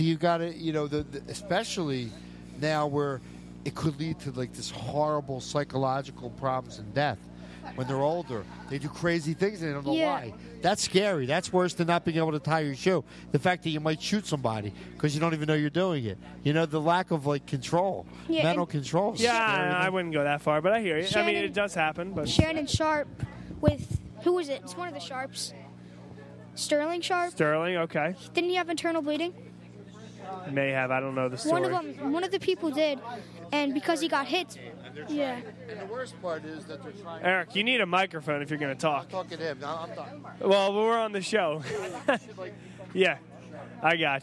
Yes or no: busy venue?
yes